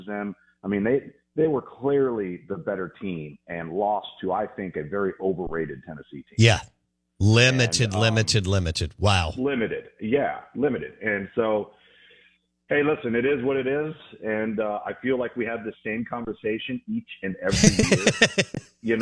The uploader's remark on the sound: Joins the show on the Farm Bureau guest line talking about the biggest stories in college football live in the BankPlus Studio.